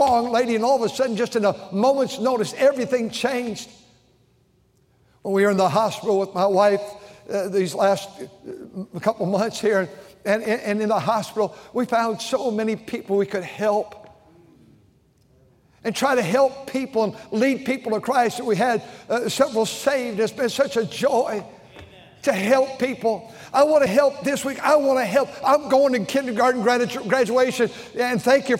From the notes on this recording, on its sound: during the Sunday Morning service on May 21, 2023, at North Valley Baptist Church in Santa Clara, California.